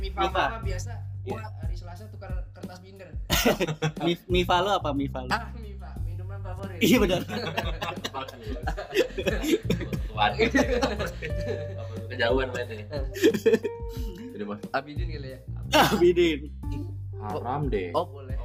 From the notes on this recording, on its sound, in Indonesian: tapi, selanjutnya juga bakal kita ganti kok kualitas audionya